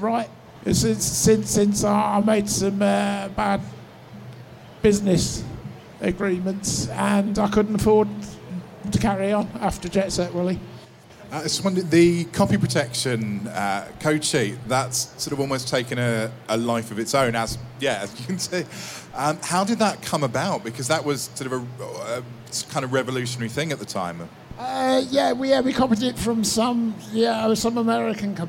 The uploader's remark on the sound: Panels recorded live at PLAY Expo Manchester.